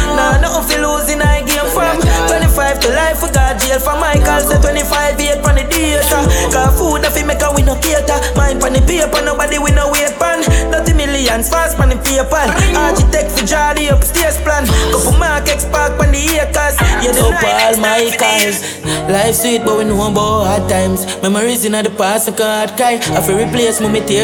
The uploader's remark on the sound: LIVE AUDIO! Live audio recording from my set at Island Saturdays on May 7th.